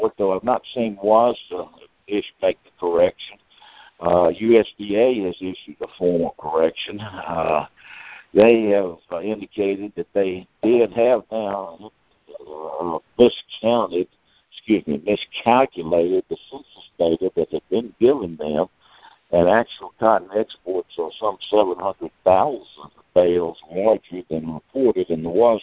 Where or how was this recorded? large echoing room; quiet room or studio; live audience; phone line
phone line